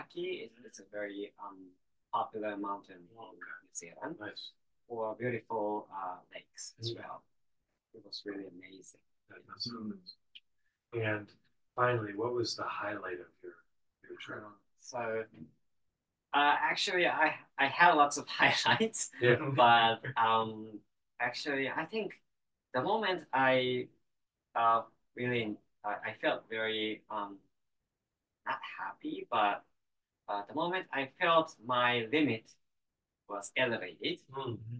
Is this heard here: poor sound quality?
yes